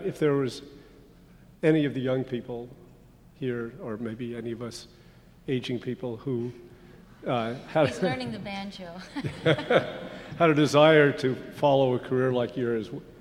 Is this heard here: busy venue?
yes